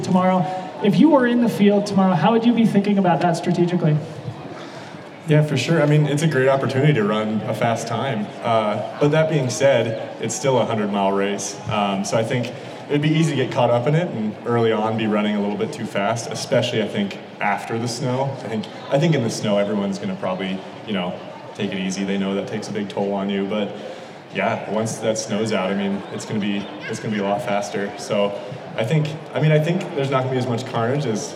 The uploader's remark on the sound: This is the audio from our third annual pre-race live interview show from the Western States 100.